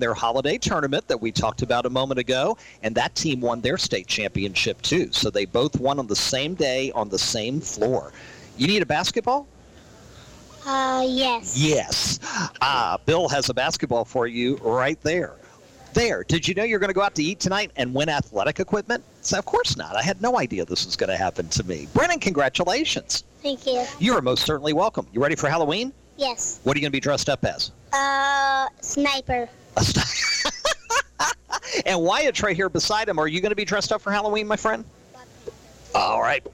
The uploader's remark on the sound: Heard live from Sports Page Grille in Ashland each Monday night from 6 to 7pm on 102.9 The Mater (102.9 FM/1430 AM).